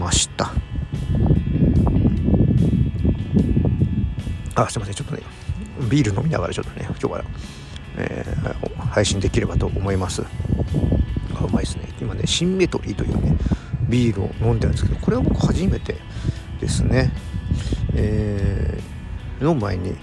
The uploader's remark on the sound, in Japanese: うちゅうブルーイングのタップルームに行ってみた！外で収録したため、風の音が強く入っています。